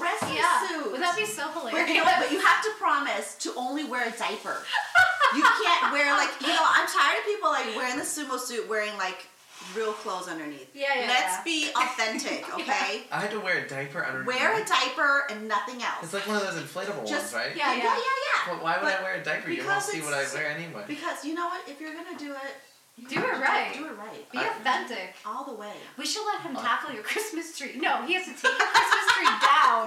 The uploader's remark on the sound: We apologize for the lame audio, the audio track that we record separately is missing.